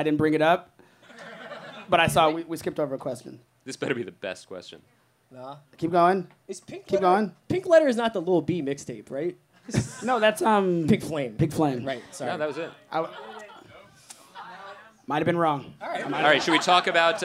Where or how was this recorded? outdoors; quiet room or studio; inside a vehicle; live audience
live audience